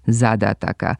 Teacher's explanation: Ovoga puta nismo čuli ni jedan njen pogrešan oblik, ali je toliko puta pomenuta da bi trebalo reći kako je u genitivu množine – jedino ispravan akcenat ove imenice zadataka sa kratko uzlaznim akcentom na prvom slogu i dužinama na svakom sledećem